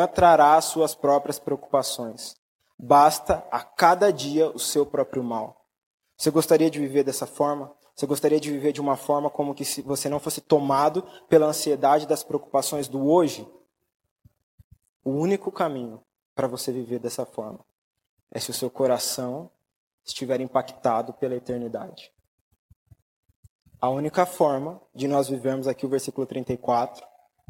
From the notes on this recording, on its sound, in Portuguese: Mensagem gravada na Igreja Batista Jardim Minesota